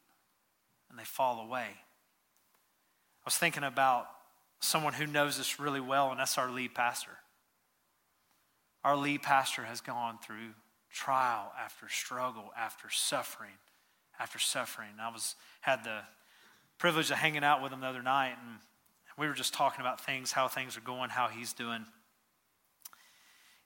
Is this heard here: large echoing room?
yes